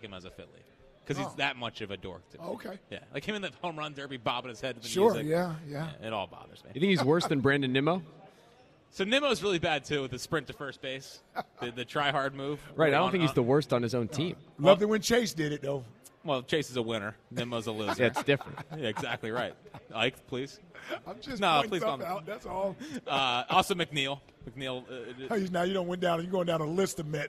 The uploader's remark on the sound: Live from Chickies in South Philadelphia